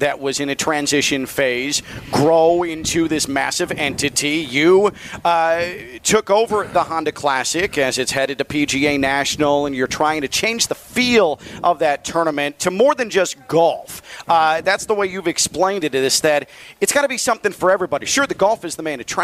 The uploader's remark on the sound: Live from the Timbertech!